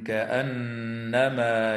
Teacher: وتغن النون المشددة في كلمة كأنما